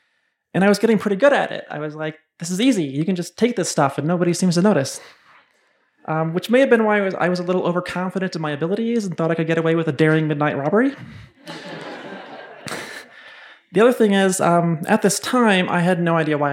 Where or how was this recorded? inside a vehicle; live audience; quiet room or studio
live audience